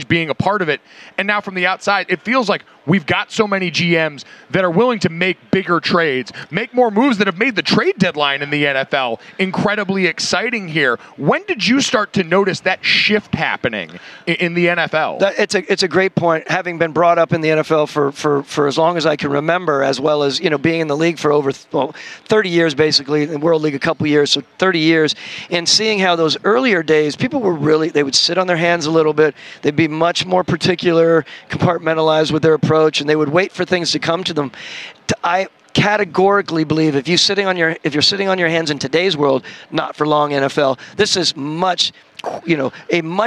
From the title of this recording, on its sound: LIVE from Radio Row